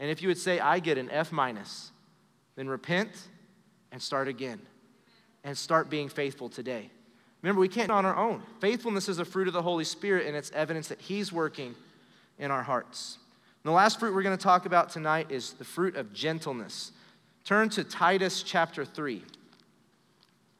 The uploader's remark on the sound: Recorded live during our Wednesday night service